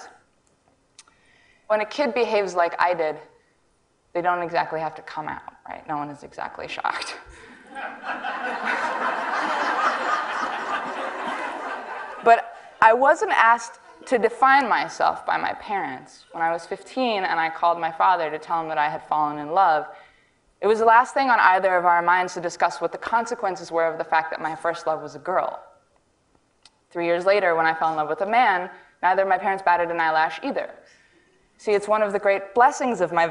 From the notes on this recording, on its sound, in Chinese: 录制于 TEDxWomen。